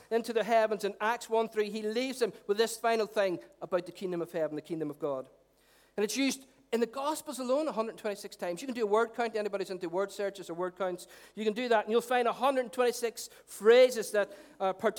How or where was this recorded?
live audience